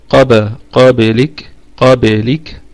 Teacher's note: الباء قلقلة صغرى لأنها ساكنة في وسط الكلام